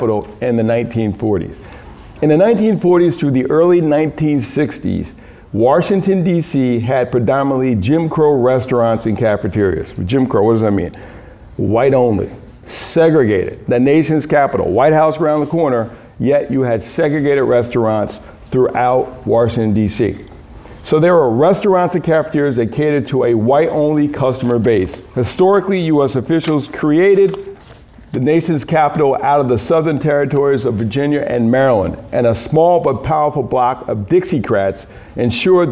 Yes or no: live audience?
yes